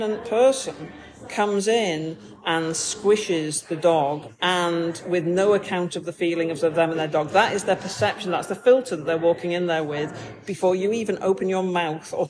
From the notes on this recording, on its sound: this episode is recorded in Starbucks so may have more background noise than a usual podcast